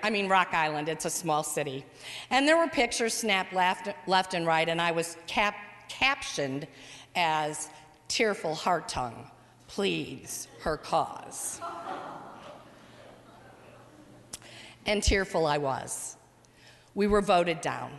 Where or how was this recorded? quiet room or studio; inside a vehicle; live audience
live audience